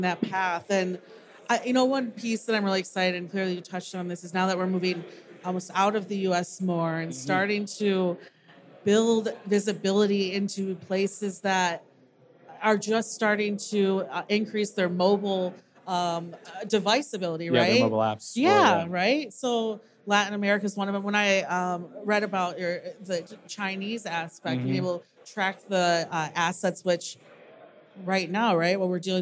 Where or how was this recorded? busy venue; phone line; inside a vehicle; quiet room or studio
busy venue